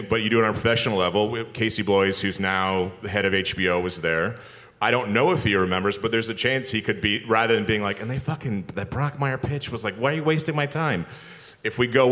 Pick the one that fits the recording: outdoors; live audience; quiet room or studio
live audience